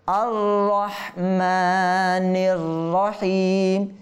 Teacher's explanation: দেখেন প্রথম র পাতলা, দ্বিতীয় র মোটা।